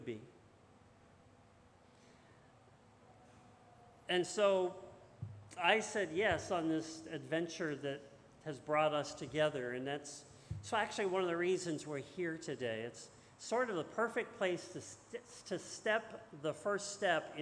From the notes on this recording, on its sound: This message was first preached on 9/4/2022 at Linglestown Life’s Rockville Campus in Harrisburg, PA